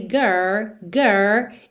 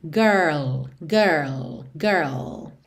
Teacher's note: começa pelo R, girl, girl, e depois põe o L